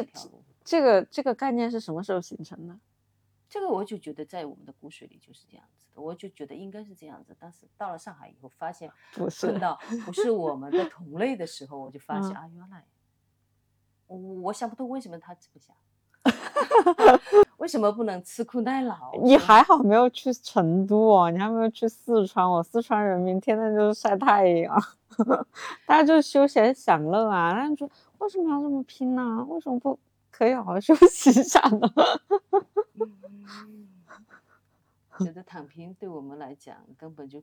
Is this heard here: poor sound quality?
yes